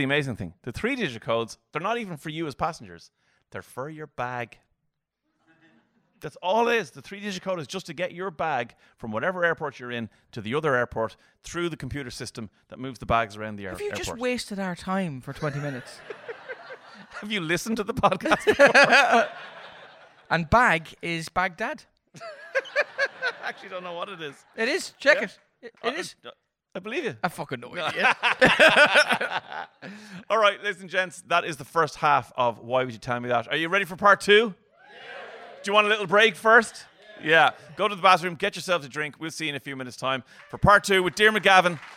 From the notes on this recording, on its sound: Before the launch of season 4, we present a bonus live episode! Recorded in the lovely surrounds of Smock Alley Theatre in Dublin.